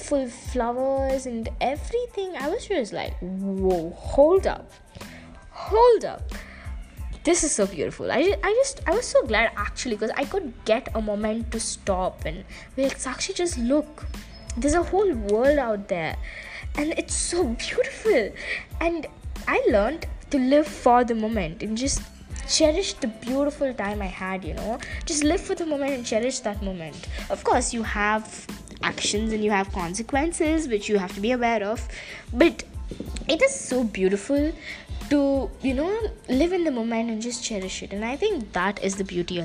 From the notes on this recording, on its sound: Ignore the bg sounds